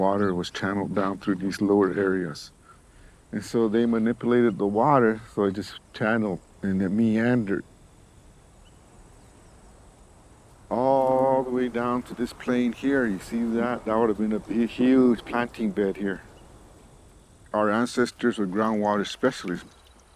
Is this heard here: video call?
no